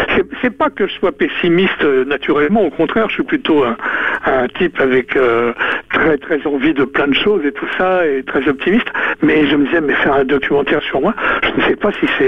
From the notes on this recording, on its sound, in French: nous offert quelques minutes avec lui par téléphone